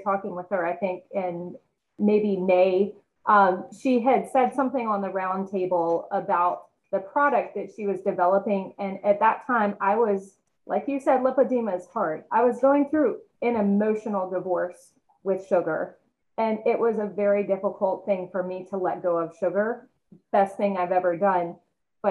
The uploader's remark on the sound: We pulled up some extra chairs to the virtual table as our panelists each brought a special friend along.